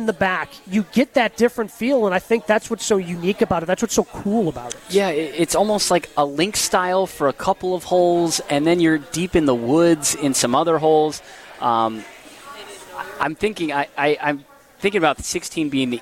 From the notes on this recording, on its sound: Live from the AMFAM Championship.